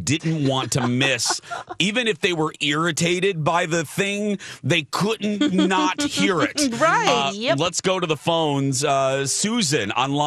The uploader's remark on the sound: Listeners call.